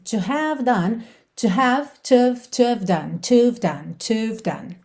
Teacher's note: essa primeira sílaba ali, justamente a parte do H, acaba sumindo